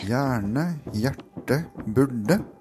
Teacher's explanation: R-ene og L-ene de limer seg fast til lyden som kommer etterpå. · Term: Retroflekser